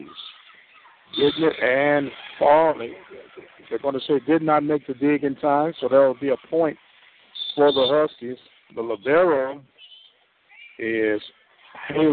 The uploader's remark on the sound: Lady Panthers vs Houston Baptist Huskers in Volleyball LIVE from Prairie View A&M University.